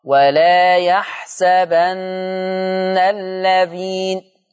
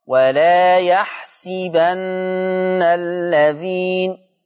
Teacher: عندي في الآية 178 والآية 180 الفعل يحسبا، قرأ حفص بفتح السين فتقرأ ولا يحسبن الذين، أما ورش فيقرأ بكسر السين · Shown in: second take